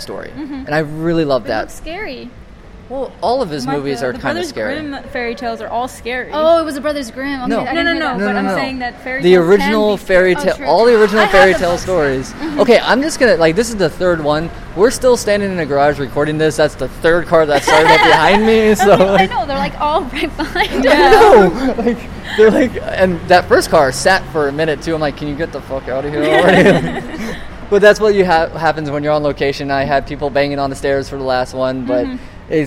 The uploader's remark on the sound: This was recorded a couple weeks back at Long Beach Comic Con 2016.